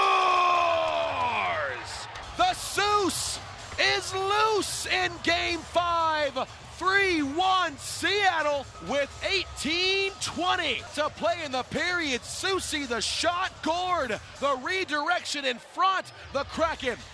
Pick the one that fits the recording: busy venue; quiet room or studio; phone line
busy venue